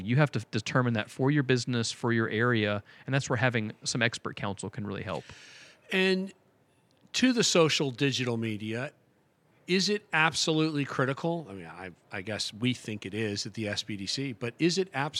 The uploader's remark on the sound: Recorded at this year’s annual JMI Small Business Leadership Conference hosted at Loews Sapphire Falls Resort. This and the following segments were recorded at this year’s annual JMI Small Business Leadership Conference hosted at Loews Sapphire Falls Resort.